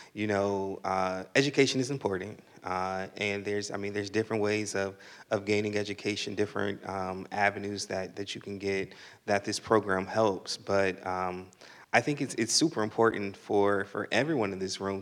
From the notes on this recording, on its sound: LIVE from the 2023 Say Yes Forever Fall Breakfast. For our first ever live podcast. At our annual Say Yes Forever Fall Breakfast.